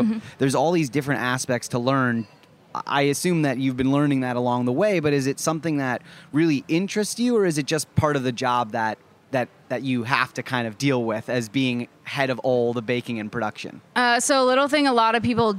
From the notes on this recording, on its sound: live interviews at the Culinary Village at Charleston Wine + Food